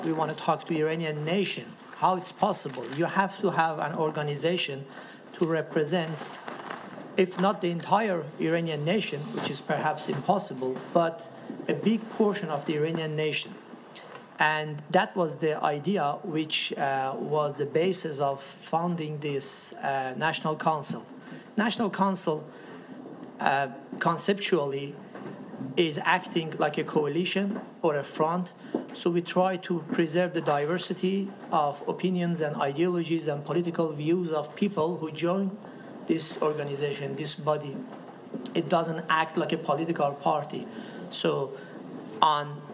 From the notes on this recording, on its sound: Iran Democratic Transition Conference: Panel introducing the National Council of Iran.